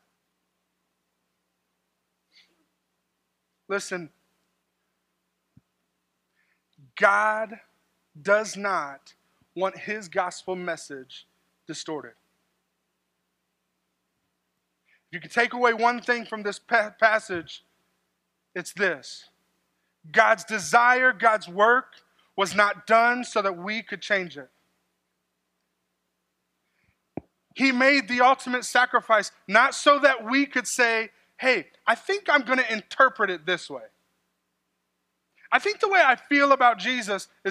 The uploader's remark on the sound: This sermon was delivered on March 3rd, 2024 at Grace Church in Granger, Indiana.